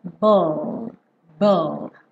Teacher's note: E repare também esse ball, que é ball, ball. Ou seja, depois do B, você já leva a língua lá para o céu da boca e aí você fecha o som, ball. Esse E final não é pronunciado.